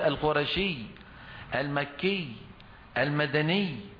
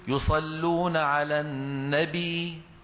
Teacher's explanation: فلذلك كان من عادة العرب وليس فقط القراء، حتى بالكلام العربي عندما يقفون على أمثال هذه الياءات يقفون عليها بضغط زائد من الحرف الذي قبل الياء · Shown in: first take · يعني ما أحد يقول فلان القرشي، هذا كلام مو فصيح. · Term: الوقف على المشدد